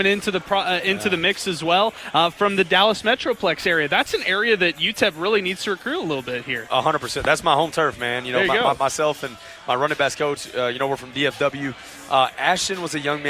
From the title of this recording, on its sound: Live at The District West